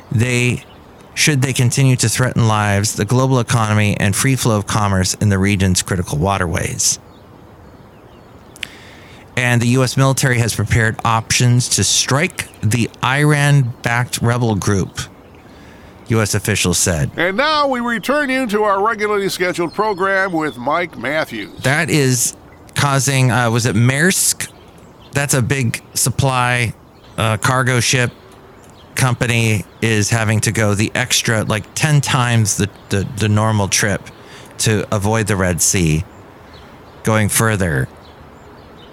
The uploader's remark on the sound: podcasts live from Café Anyway